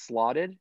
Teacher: And in the past tense, it's slotted. And the T surfaces as a flap, right? So that's allophonic variation.